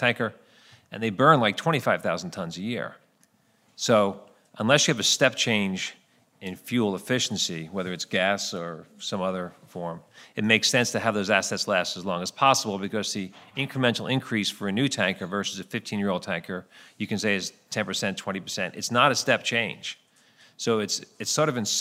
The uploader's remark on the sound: ENERGY SECURITY PANEL at the 3rd Annual Capital Link German Maritime Forum, Hamburg Germany. At the Radisson Blu Hotel in Hamburg, Germany.